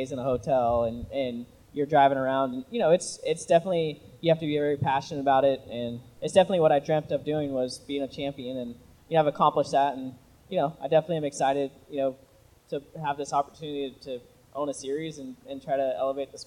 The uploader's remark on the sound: Live from Lernerville Speedway. On stage in front of the front stretch grandstands for a live taping.